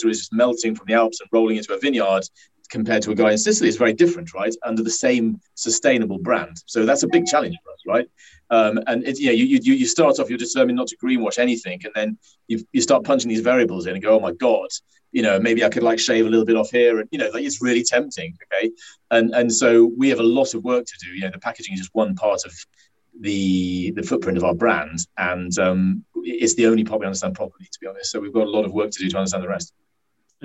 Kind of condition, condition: link, video call